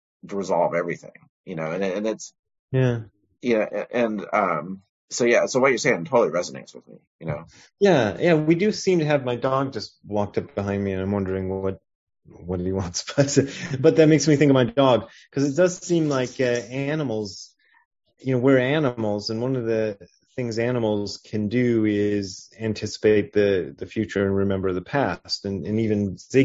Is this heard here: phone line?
no